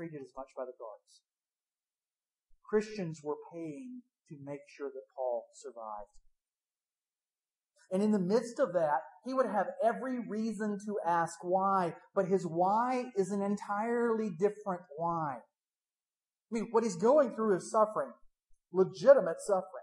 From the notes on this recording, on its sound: THE SOUND QUALITY IS AWFUL DUE TO A MIC FAILURE